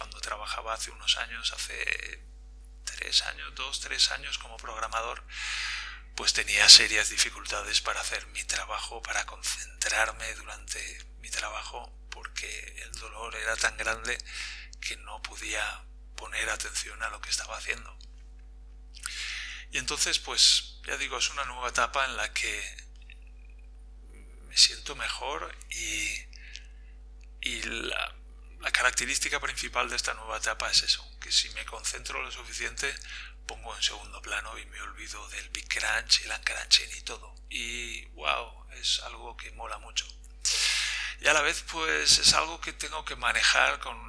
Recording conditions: poor sound quality